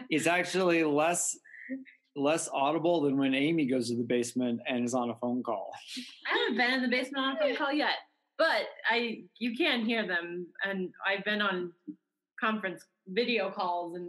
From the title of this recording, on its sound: on Zoom